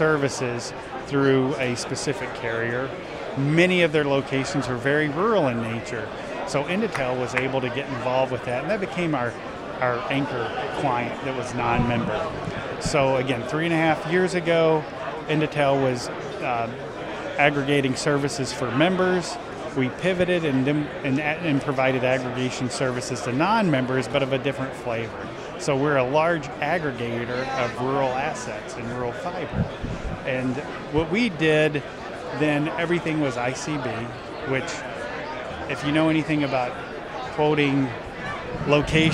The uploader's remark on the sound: Live at IGNITE - the Independent Show. We are live at the NCTC/ACA Ignite event in Chicago.